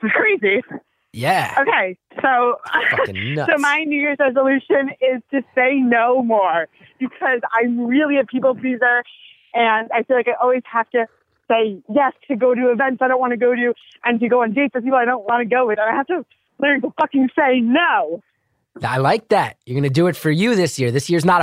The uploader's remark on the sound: Listeners (and a couple special guests) called in for a series of brief one minute calls